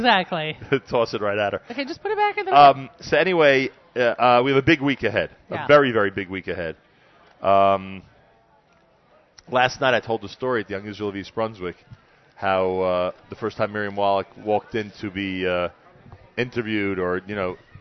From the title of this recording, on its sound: NSN Broadcasts Live from the 9th Annual Nefesh B'Nefesh Israel Mega Event in NYC